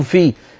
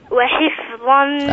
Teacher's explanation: الفاء إذا جاورت حرف الظاء قد يغلب على النطق أن يقلبها إلى في · Shown in: second take · وليس في اللغة العربية حرف في.